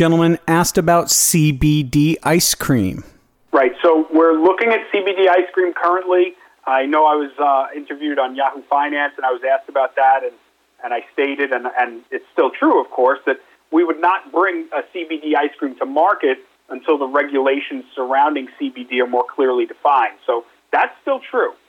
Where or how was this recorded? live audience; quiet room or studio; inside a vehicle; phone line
phone line